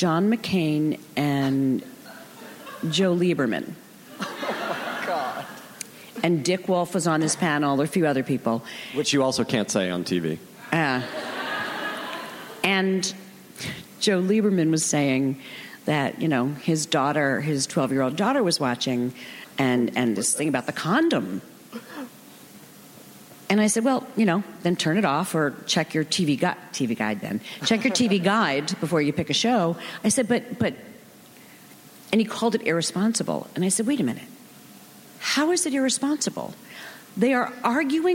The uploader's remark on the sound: Recorded June 5, 2015 at ATX Television Festival.